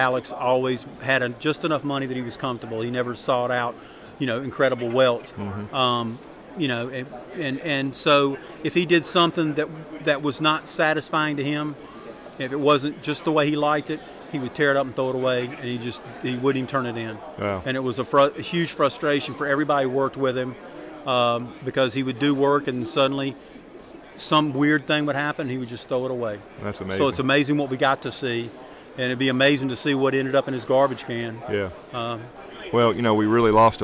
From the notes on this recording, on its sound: We are “live” from Heroes Con 2007 for day 3!